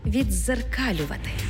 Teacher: У слові «віддзеркалювати» «д» переходить у подовжений звук «дз»